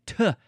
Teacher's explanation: Anyway, there's expiration. There's like breath coming out. You're pushing it out, and it's a strong sound. · Term: fortis